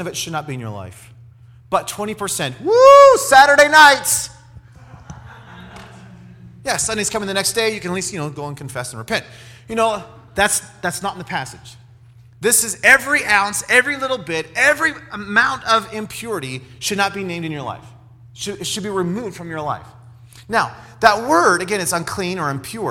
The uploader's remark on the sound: special edition message during our Alumni Conference